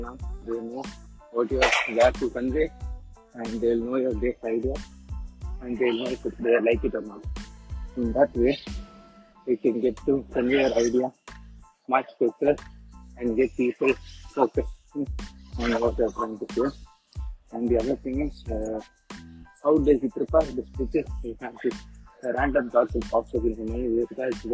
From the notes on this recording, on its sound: Sorry for the bad audio